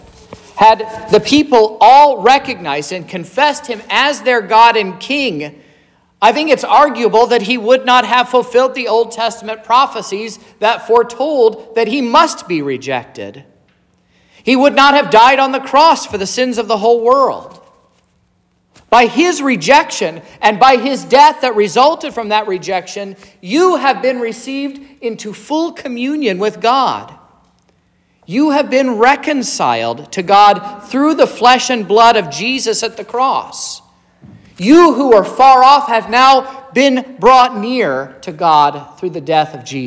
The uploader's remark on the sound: This is the sermon preached at Trinity Lutheran Church in Vallonia,